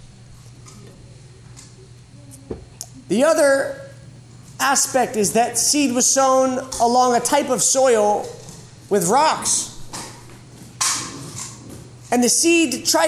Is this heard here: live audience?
yes